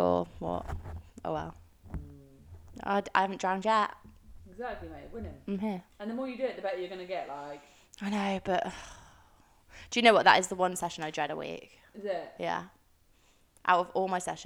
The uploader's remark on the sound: We messed up the sound on this one.